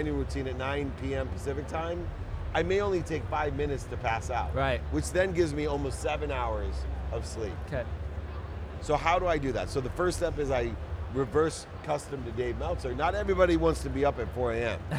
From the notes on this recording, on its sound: at Collision Conference in June 2023